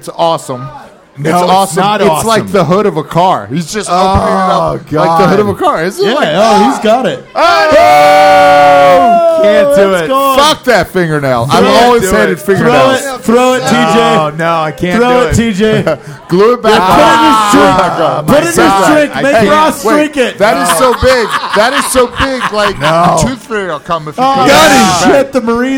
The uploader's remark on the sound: Live From Las Vegas! At a biker bar in Las Vegas.